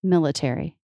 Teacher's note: Mil is the stressed syllable. Ter. has secondary stress.